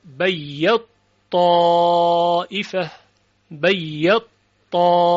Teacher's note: در بیت حرف تا اول متحرک است. در قرائت ابی عمر این تا ادغام می شود در تا · Term: ادغام کبیر